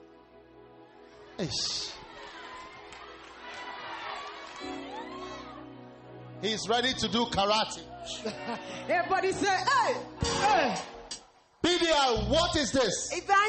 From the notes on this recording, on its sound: Preached at a Healing Jesus campaign in Vryburg - South Africa